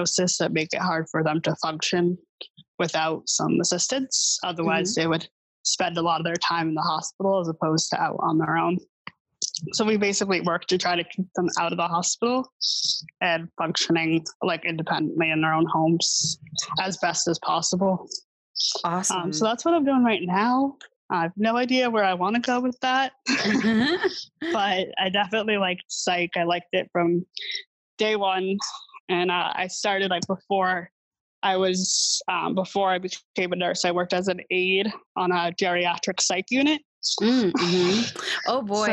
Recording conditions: video call